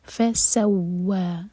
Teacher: فا پڑھیں تو پھونکی آواز آنی چاہیے اور جب سین پڑھیں تو سیٹی والی آواز آنی چاہیے. فسوا، واو پر شدہ ہے اور فتحہ، اور اس کے بعد ہے الف مقصورہ.